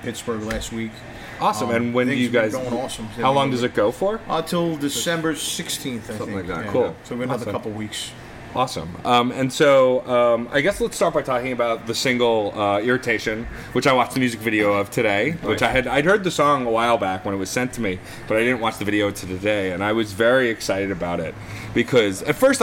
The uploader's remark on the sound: Recorded on December 3rd, 2017 on location at The Kingsland music venue in Brooklyn, NY. Grabbing a chance to speak with the band before playing The Kingsland.